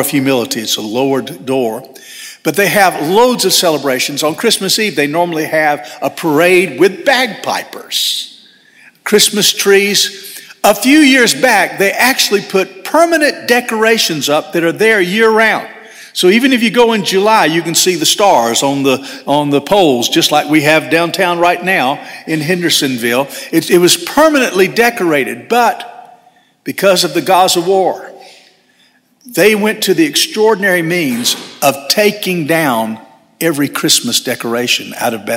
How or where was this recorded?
large echoing room